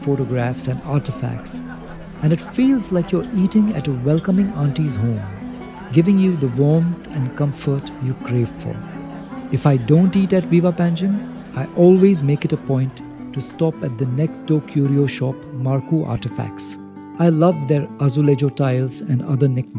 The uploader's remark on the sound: Walk through the insta famous, colourful Latin quarter in Panjim! A walk through its streets at the break of dawn.